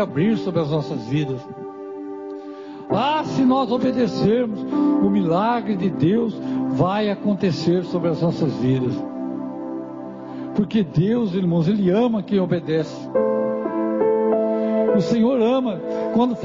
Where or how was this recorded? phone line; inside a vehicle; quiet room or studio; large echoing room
large echoing room